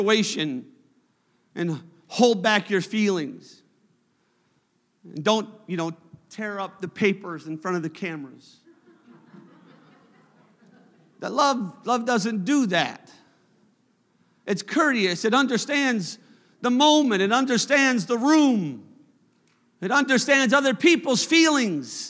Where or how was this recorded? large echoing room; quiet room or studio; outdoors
large echoing room